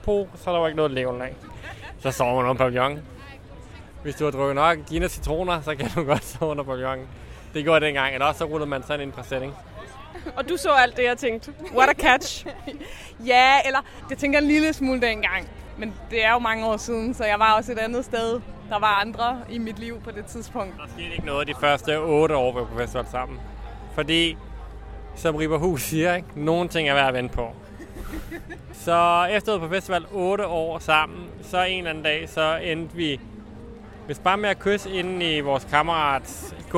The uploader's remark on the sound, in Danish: Solen skinner om kap med kærligheden blandt gæsterne på Roskilde Festival.